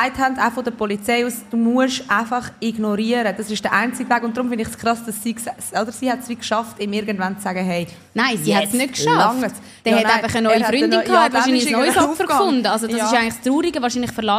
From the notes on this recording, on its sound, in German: Diese Folge ist an einem speziellen Ort entstanden; statt auf der Frauentoilette, sitzen die zwei im Jelmoli Schaufenster in Zürich und wurden von einigen Thronis gar live beobachtet.